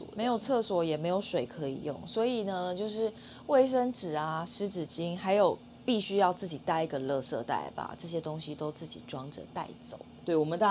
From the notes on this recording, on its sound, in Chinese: 本週我們使用了新到貨的dji大疆無線麥克風錄音，殊不知仍無法避開轟隆隆的老舊冷氣運轉聲，請聽友們多多海涵囉。